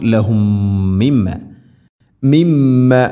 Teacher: ഒന്നാമത്തെ മീമിനെ രണ്ടാമത്തെ മീമിലേക്ക് ഇദ്ഗാം ചെയ്ത് ഒറ്റ മീം ശബ്ദ് നൽകിക്കൊണ്ട് ഗുന്നയോടുകൂടെ ഉച്ചരിക്കണം. · Term: ഇദ്ഗാം മുതമാസിലൈൻ